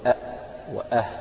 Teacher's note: فمثلا عندنا مخرج الهاء تقول أه، مخرج الهمزة أ، يعني حط قبلها همزة أخرى تصبح أ وأه، فالهمز والهاء هذه من أقصى الحلق، أ وأه. يعني لو تضع يدك كذا على حلقك تشعر وتنطق أ وأه، تشعر بحركة كذا أو تلامس أو اهتزاز في منطقة معينة، هذه المكان الذي يخرج منه الهمزة والهاء.